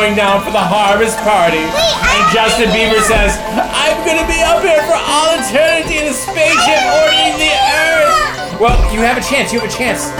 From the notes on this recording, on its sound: A beautiful live performance at the Sidewalk Cafe, putting the Antifolk Fest to rest, using one of my gear setups as well as the venue's upright piano.